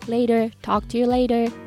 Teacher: ですけどこの t の前後に母音が来てる場合例えばこの later ですよねこの t の前後に a と e が来てますよねその場合はこう真ん中の t が濁りますっていうルールがあるみたいでなのでこの later この t の部分が d の音になります · この t の前後に母音が来てる場合例えばこの later ですよねこの t の前後に a と e が来てますよねその場合はこう真ん中の t が濁りますっていうルールがあるみたいでなのでこの later この t の部分が d の音になりますなのでここちょっと覚えておいてください later talk to you later ちょっと T が濁りますで次、えっ、ー、とこれもよく使われる表現ですね Take